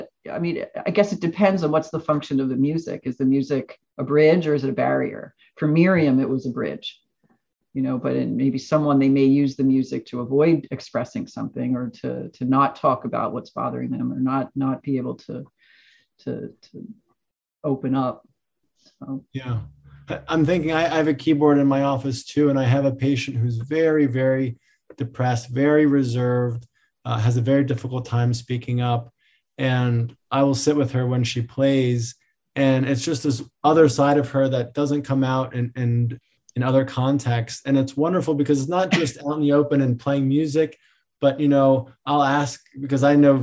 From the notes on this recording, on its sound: This episode features the audio from one of the ACO webinar presentations.